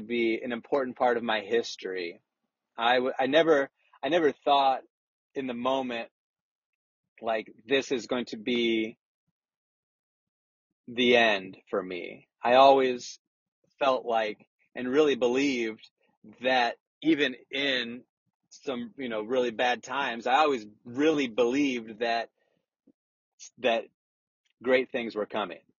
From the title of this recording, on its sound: RECORDED WHILE DRIVING AN AUTOMOBILE!